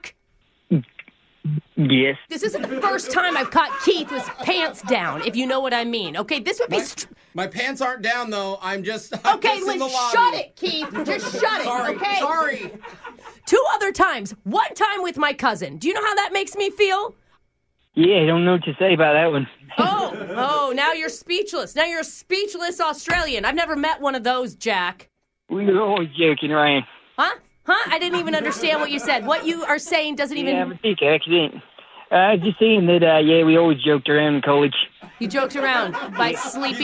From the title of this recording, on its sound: Phone Tap